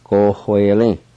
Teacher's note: an H sound between the O and the W